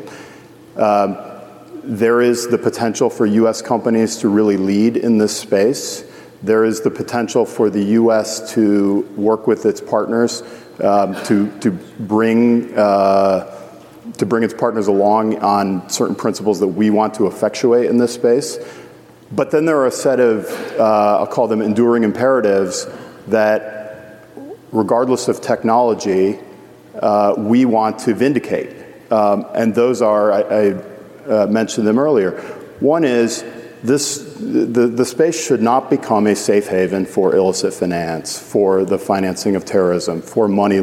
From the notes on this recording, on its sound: Live from Money20/20 USA